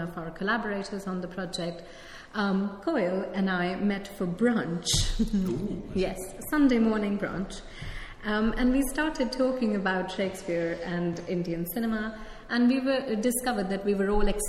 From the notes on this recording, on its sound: KiSSiT (Kingston Shakespeare Seminar in Theory) Work-in-Progress session. Held on the 14th of April at the Rose Theatre Kingston.